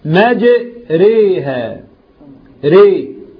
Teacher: الراء الممالة دي موجودة في موضع واحد، ده بالنسبة قراءة حفص، احنا كل كلامنا على قراءة حفص، في سورة هود كلمة مجريها، ري مش مجريها، مش كسر، فدي راء ممالة إلى الكسر